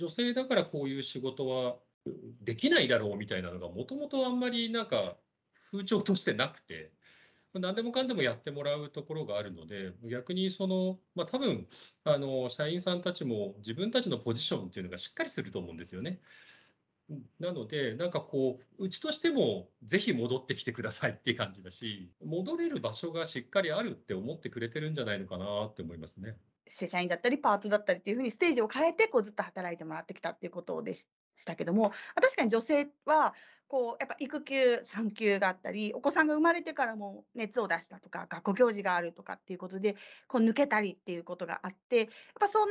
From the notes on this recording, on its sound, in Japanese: teamsを用いてのオンライン収録のため、音声が聞き取りにくい部分がございます。ご了承ください。